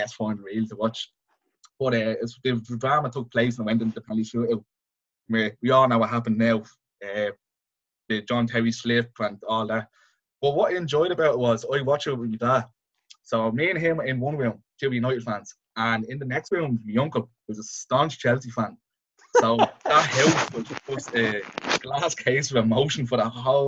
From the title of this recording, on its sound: Zoom Chat